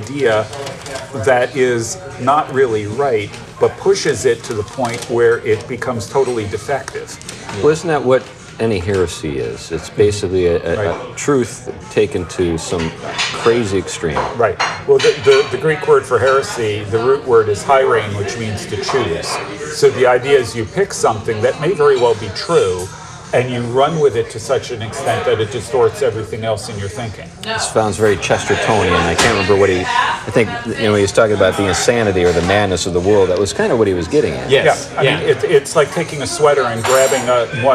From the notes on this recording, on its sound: The show is a bit noisy and a little choppy because it was recorded in the main part of the pub (we were exiled from the backroom by paying customers!).